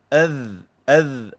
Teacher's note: Kalau mati, dia tak ada qalqalah. Dia adh, lidah masih dikapit oleh gigi. · Term: huruf dhal